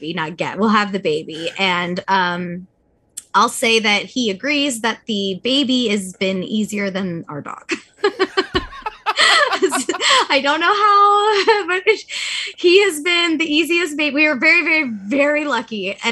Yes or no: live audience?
no